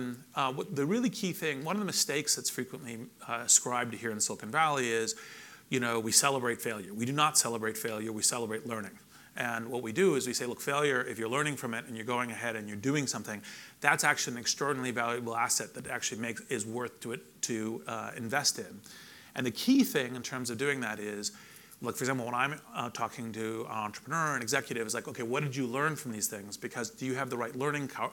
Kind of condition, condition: setting, busy venue